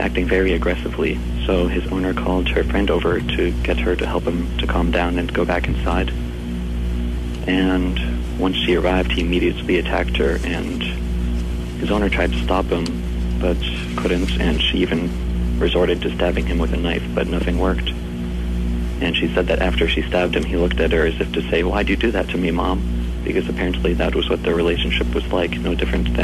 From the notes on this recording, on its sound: Phone Call. Phone's call to Anarchy Radio.